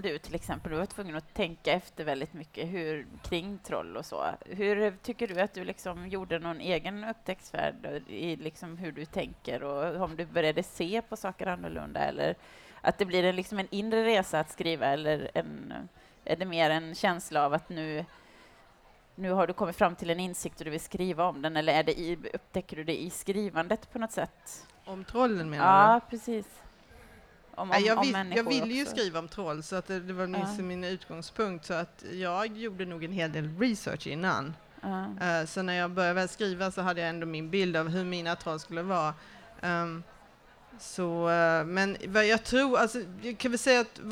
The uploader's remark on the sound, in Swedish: Bokmässan live. Fantastisk Podd Live på Bokmässan i Göteborg 2015.